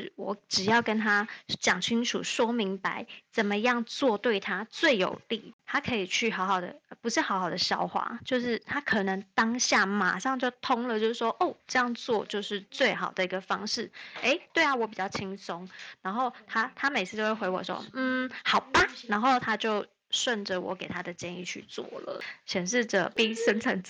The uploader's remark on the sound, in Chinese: 本集內容有一些小孩子的背景音。此音檔是由club house直播中錄製的。故音質無法與專業麥克風及錄音室錄製比較。